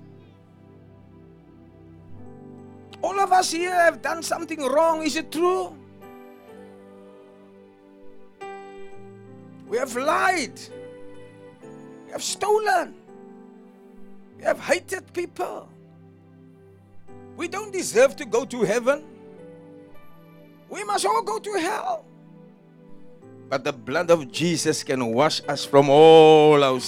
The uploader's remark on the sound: Preached at Jesus The Answer Outreach, The Hague, Delft on the 12th November 2023